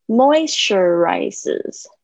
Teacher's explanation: 它感觉有一个重音，再加上一个次重音，就是说它也是有一点高起来，它不会比第一个高